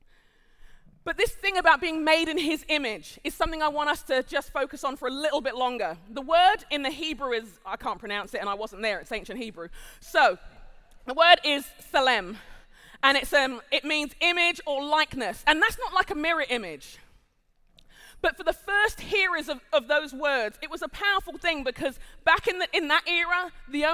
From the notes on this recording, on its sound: Live at The Orchard Conference 2023.